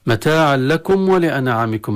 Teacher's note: الميم ساكن عند الواو تظهر